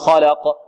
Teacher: القلقلة هنا فيها ضعف وهذا خطأ